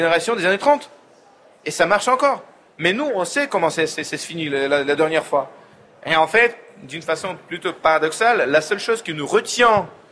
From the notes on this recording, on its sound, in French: Emission en direct du Salon Livre Paris 2019.